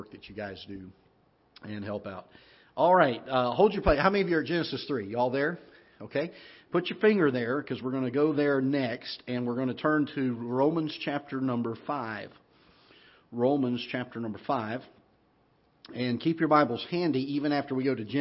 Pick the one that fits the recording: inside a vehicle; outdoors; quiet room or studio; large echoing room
large echoing room